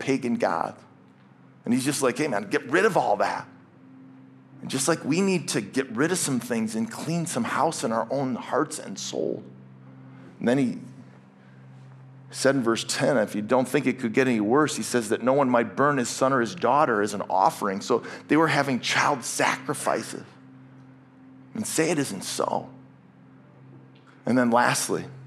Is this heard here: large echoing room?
yes